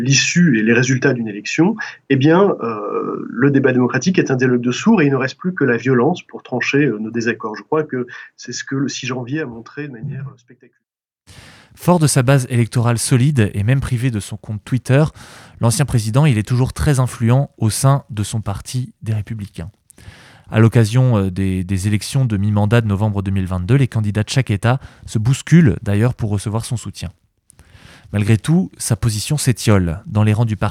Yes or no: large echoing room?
no